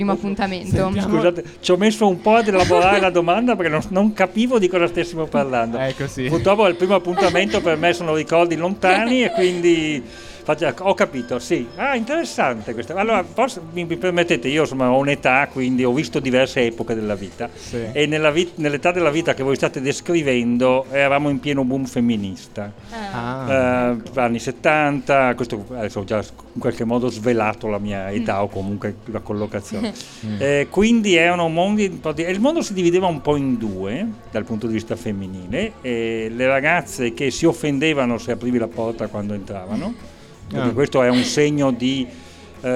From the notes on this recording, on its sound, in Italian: Estratto dalle dirette di Sanbaradio dal Festival dell'Economia di Trento